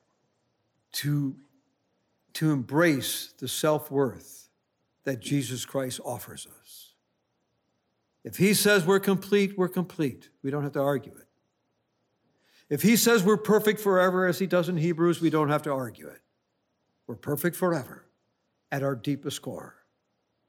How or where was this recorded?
large echoing room